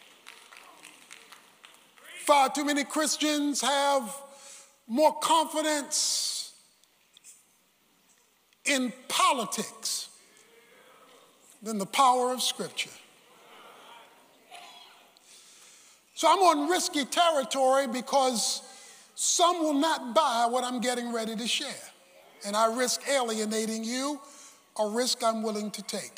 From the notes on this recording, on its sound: Remainder is recorded at Friendship Baptist Church on August 24, 2022.